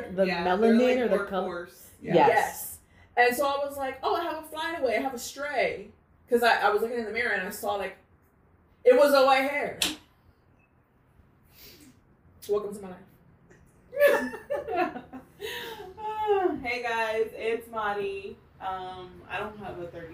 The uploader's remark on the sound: Pardon the audio set-up.